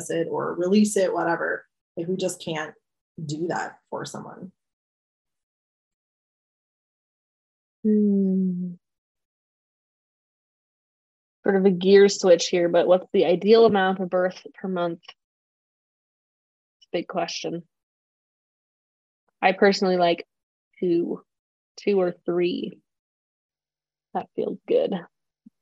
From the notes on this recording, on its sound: recorded this New Moon zoom